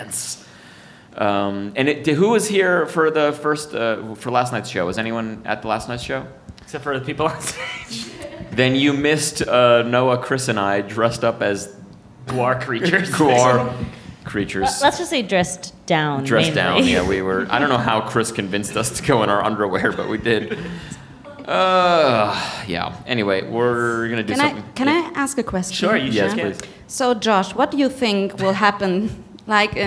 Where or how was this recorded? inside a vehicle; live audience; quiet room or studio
live audience